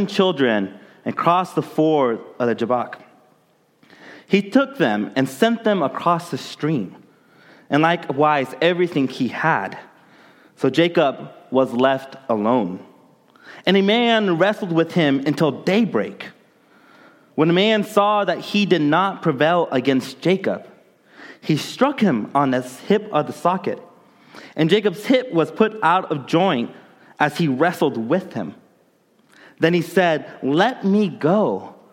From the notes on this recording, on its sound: during the Contemporary Worship service